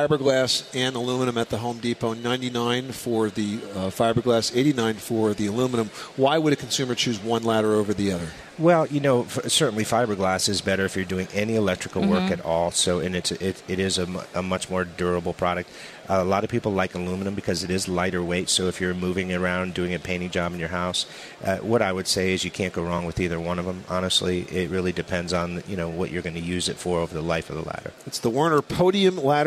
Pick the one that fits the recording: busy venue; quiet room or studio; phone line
busy venue